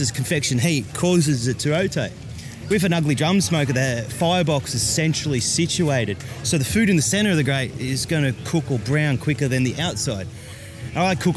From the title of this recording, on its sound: LIVE at the Kangaroo Valley Craft Beer & BBQ Festival